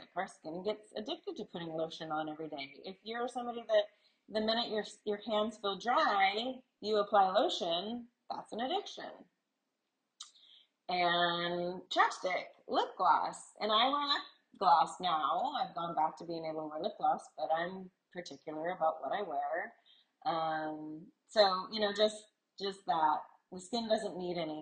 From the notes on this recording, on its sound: Sorry the audio isn't the greatest but learning as I go.